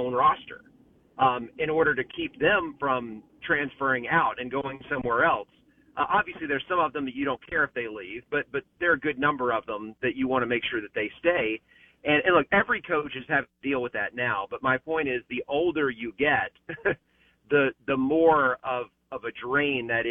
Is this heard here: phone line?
yes